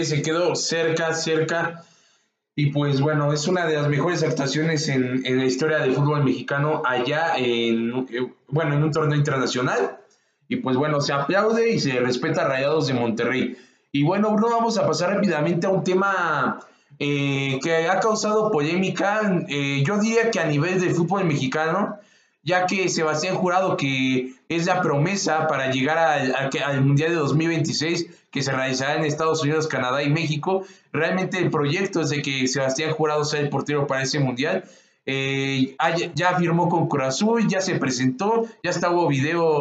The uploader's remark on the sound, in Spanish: Disculpas por las fallas tecnicas de audio.